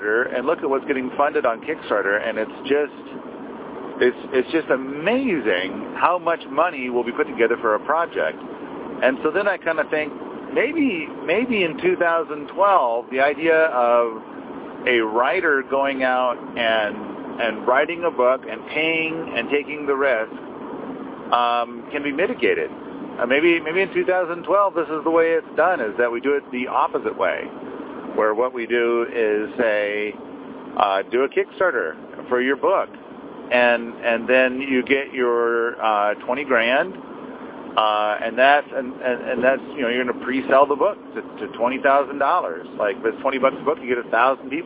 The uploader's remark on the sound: in the car by himself